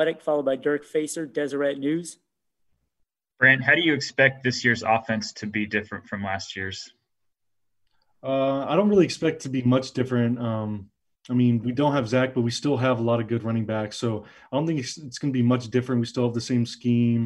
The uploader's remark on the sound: talked to the media via Zoom conference